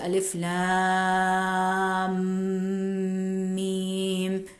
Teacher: Lam, we stretch, and the end of the sound of the lam is ma sound, which is merging with the mim, which is the final mim. So it is going to give a hum, it's going to make a humming sound.